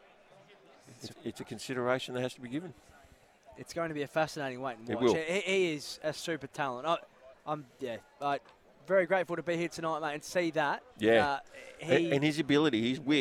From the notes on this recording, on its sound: LIVE from the RAC Arena.